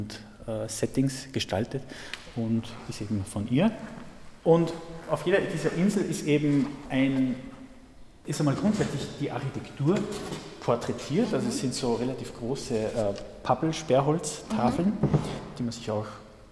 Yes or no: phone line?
no